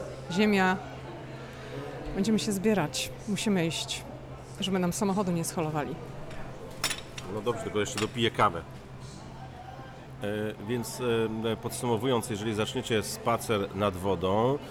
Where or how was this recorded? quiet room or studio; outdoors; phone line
outdoors